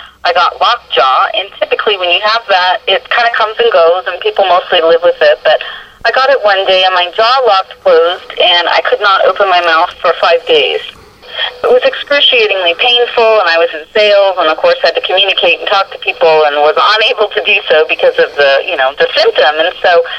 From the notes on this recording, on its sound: I managed to find a few minutes for a phone conversation with her